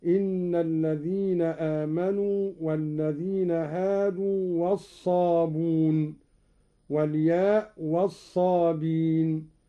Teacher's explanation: قوله تعالى: إن الذين آمنوا والذين هادوا والصابئون، قرأ قالون لفظ الصابئون كيفما أتى في القرآن بالواو والياء، قرأه بحذف الهمز تخفيفا